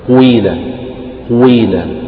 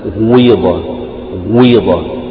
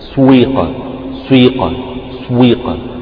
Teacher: فتبدأ يعني بجزء ضم وبعده جزء كسر، سويقة وغويضة قويلة قويلة، يعني تضم الشفتين وتبدأ يعني نفس القاف يكون فيها جزء ضم وجزء كسر